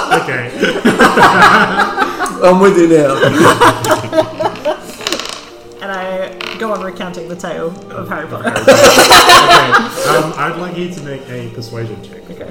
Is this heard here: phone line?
no